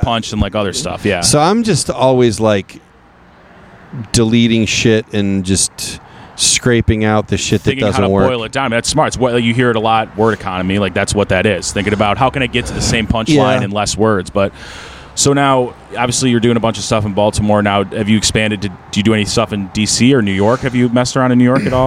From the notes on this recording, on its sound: Episode 17 was recorded following the comedy open mic at The Waverly Brewing Company August 21st, 2022. This is a free show every Sunday in Baltimore.